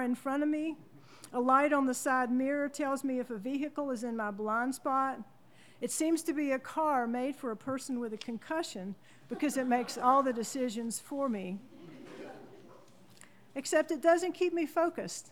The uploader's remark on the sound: Presented as a live event in Asheboro, NC, which is then edited for broadcast. This episode was recorded live in The Table.